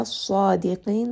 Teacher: Sad is going to be heavy. Dal is light. Qaf is heavy. So make sure the dal is not becoming heavy as well.